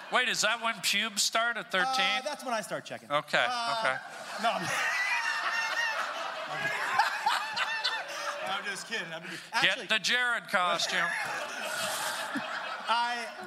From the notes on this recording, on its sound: SPECIAL podcast recorded LIVE at ATC Podcast FESTIVAL! Recorded today's podcast in front of a live audience. Crowd interaction and a great comedy guest!